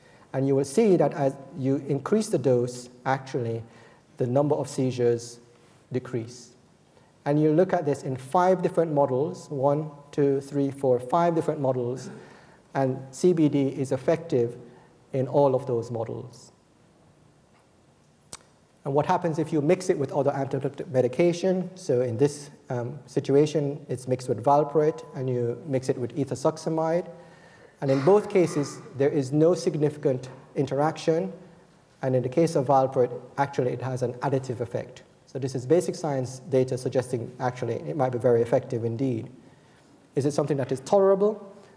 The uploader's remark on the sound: Recorded on 9 October 2014 at the University of Edinburgh's Anatomy Lecture Theatre.